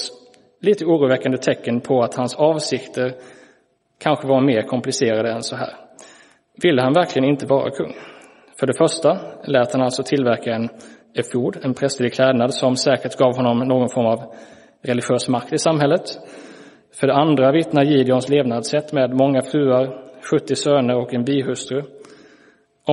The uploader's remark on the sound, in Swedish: Inspelad i Roseniuskyrkan den 22 januari 2023.